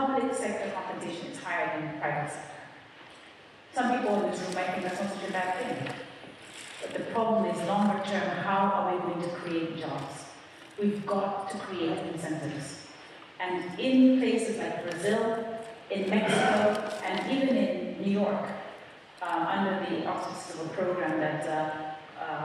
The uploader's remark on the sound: In this lecture given at Oxford's Rhodes House.